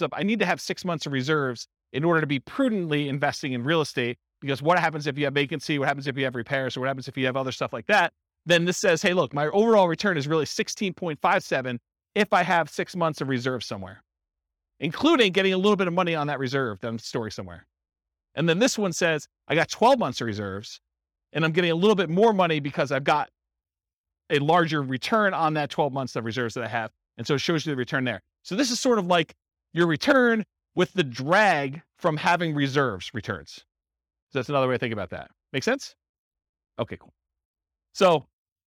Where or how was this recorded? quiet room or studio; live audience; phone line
live audience